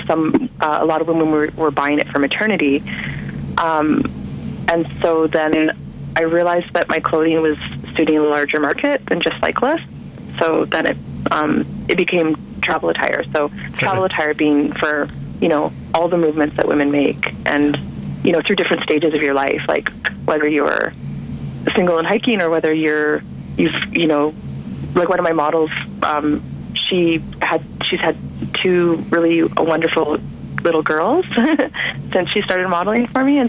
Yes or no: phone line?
yes